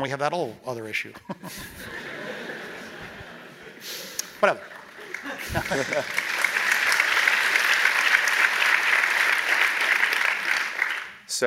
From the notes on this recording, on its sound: During a visit to Stanford Graduate School of Business. During student-led interviews and before a live audience.